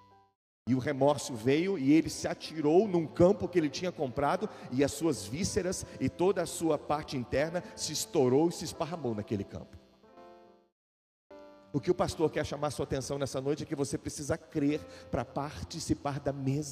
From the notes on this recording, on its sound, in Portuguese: Gravado ao vivo na igreja.